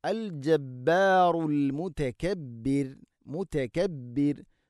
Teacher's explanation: അൽ അസീസുൽ, അൽ അസീസുൽ ജബ്ബാറുൽ മുതകബ്ബിർ, മുതകബ്ബിർ എന്നല്ല, വഖഫ് ചെയ്യുമ്പോൾ മുതകബ്ബിർ, മുതകബ്ബിർ. റാഇനെ തർഖീഖ് ചെയ്യണം, നേർപ്പിച്ചുകൊണ്ട് ഉച്ചരിക്കണം.